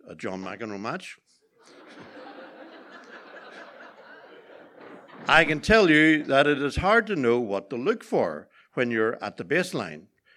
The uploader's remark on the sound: Here are three amazing stories from our February evening as part of the NI Science Festival. Tenx9 is a live storytelling event where nine people have up to ten minutes each to tell a true story from their own life on a particular theme.